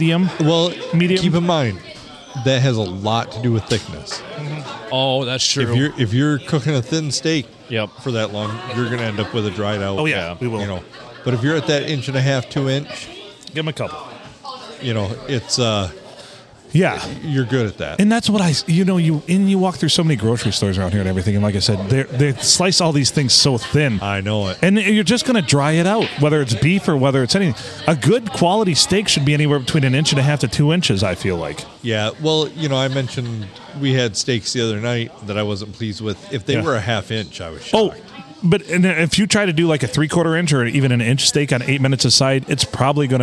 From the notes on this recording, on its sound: Recorded on a Sunday and the world famous Blue Water Sports bar in Port Sanilac, Michigan.